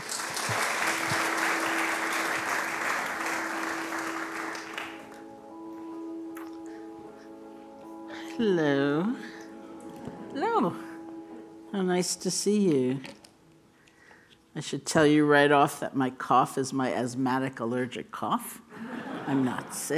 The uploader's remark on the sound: The Rubin Museum of Art presents a weekly meditation session. This podcast is recorded in front of a live audience and includes an opening talk and 20-minute sitting session.